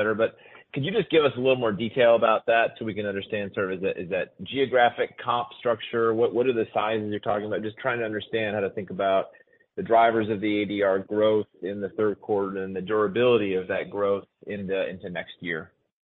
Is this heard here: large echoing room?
no